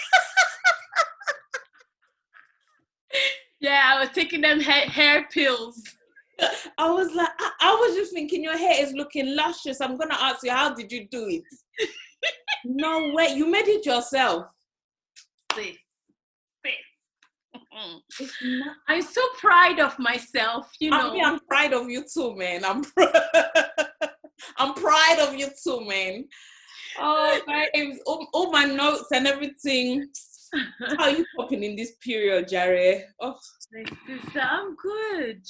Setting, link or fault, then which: link, video call